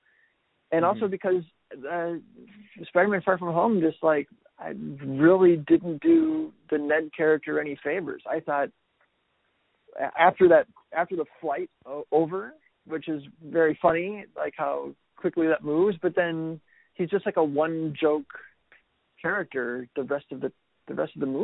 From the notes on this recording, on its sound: have a "quick" phone call